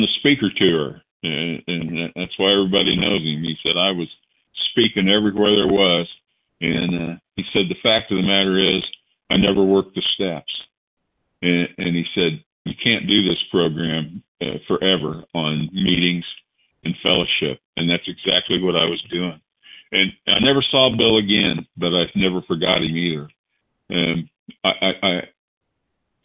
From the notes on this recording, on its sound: the 100 Pounders Phone Meeting, 7/15/23